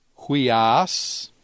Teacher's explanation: the rough breathing does change the pronunciation, and so it adds a H sound to the beginning of the word. So it's huios, where the upsilon iota carries a rough breathing mark over it, which adds an H sound.